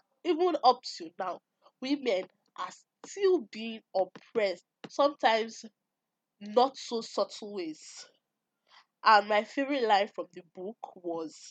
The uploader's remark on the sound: Don’t mind the low sound quality.